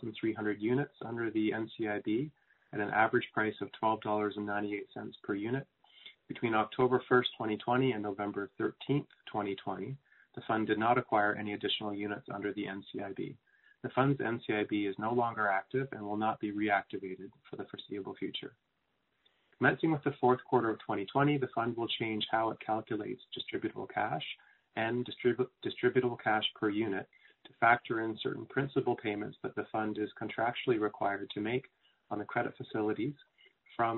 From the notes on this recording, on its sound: Third quarter 2020 earnings call for Boston Pizza Fund.